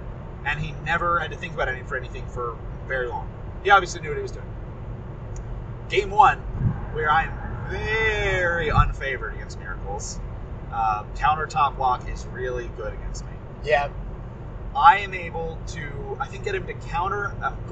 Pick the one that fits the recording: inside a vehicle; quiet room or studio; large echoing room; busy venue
inside a vehicle